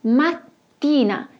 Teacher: Essas consoantes duplas são chamadas de doppie consonanti e sempre terão um som mais forte, podemos dizer que é um som mais demorado, alongado.